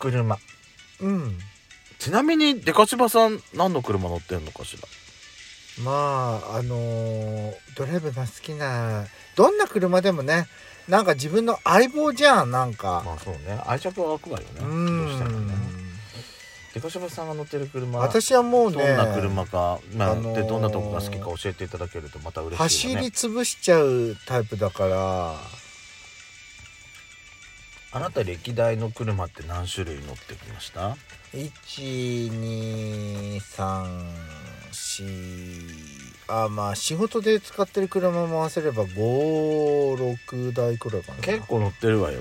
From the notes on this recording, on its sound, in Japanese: 2人組。パーキング収録。